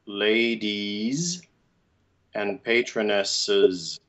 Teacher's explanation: the North American way is to make either a schwa or a closed E